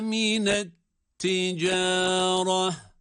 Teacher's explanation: Burada da etticareh diye sondaki ta harfini duruş halinde ha sesiyle duruyoruz